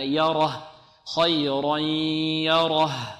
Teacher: والياء مرقة، والراء مفخمة لأنها مفتوحة يره، والها مرقة